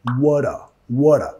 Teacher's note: Vamos a vincular con la R suave de español.